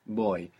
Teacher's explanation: the V in Spanish can sound like a V in English, like a V, or it can sound like a soft B